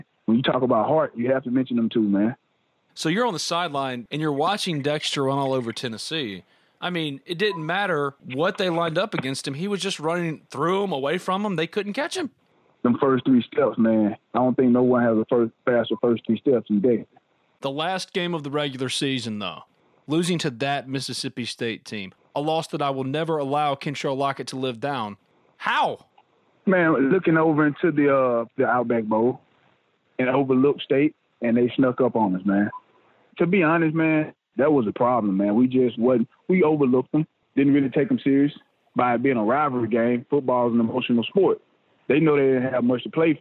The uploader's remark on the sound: on the Modern Woodmen phone line